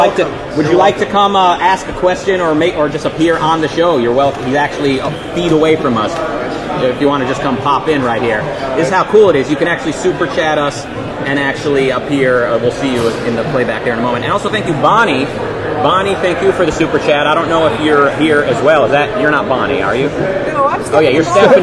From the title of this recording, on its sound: Live From OCON 2022